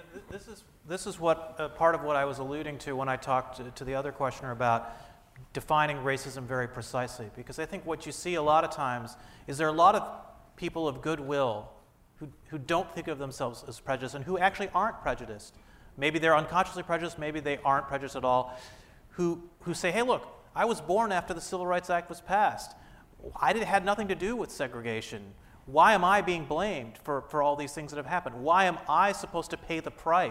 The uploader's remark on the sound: This Forum was the kick off for a two day conference